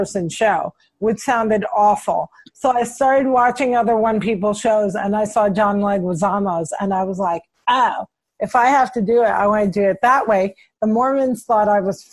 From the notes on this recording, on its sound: She connected with me via Zoom during the coronavirus pandemic to check.